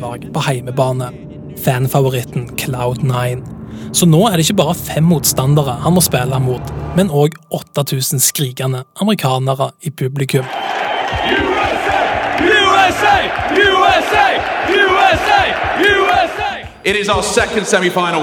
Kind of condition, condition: setting, busy venue